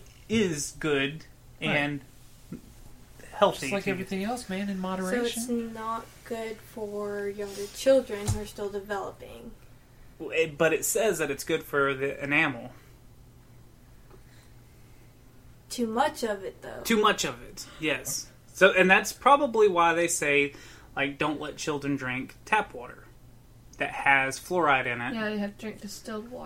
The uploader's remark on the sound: Why did the new microphone cause an echo?